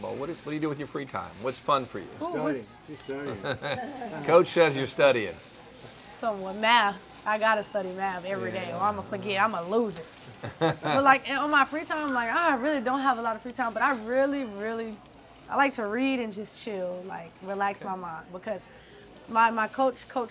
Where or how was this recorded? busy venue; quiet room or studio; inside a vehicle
busy venue